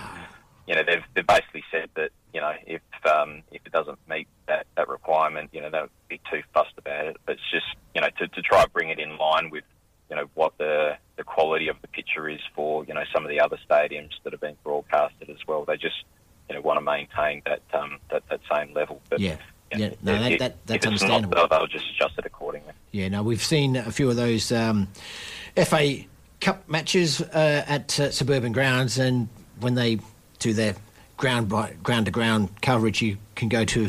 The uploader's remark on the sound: Join us in the studio. Joins us on the phone.